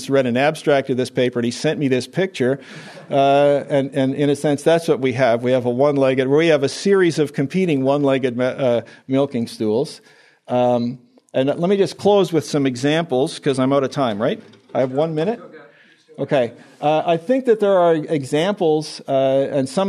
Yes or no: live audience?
yes